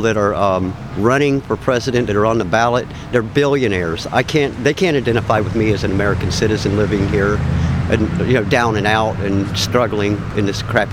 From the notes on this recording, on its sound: Voices in the Street hit the Streets to ask Bloomington residents when to break with the two party system.